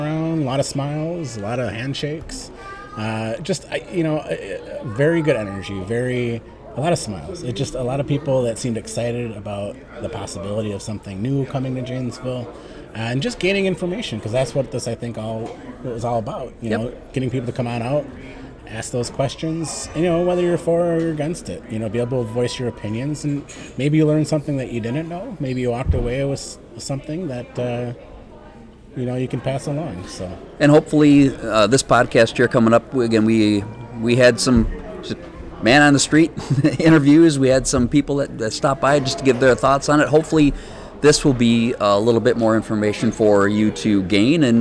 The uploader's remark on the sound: The Jamble 'live' at Woodman's Center Community Day. Setup shop at the old Sears building at 2500 Milton Avenue to talk to visitors at the Woodman's Center Community Day. Several folks just walking by to get their take on the proposed project.